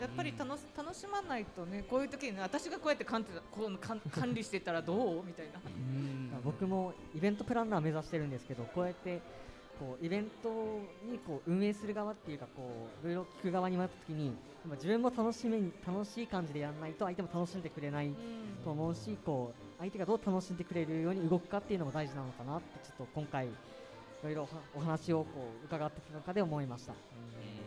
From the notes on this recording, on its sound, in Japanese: ガーデンズ千早1stアニバーサリーで、九州産業大学地域共創学部の学生によるワークショップを開催しました。今回学生によるMCで公開収録した模様をお届けします。